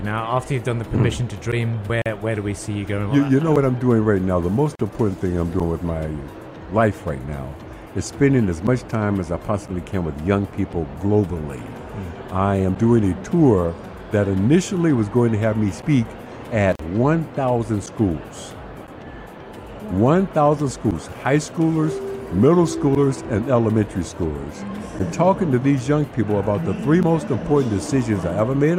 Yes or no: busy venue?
yes